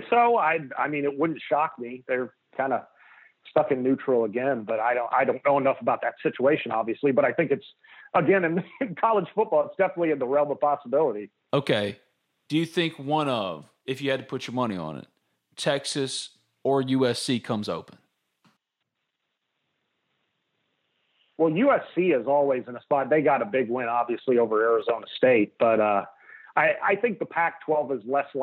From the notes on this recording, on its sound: joined for an hour on the Modern Woodmen phone line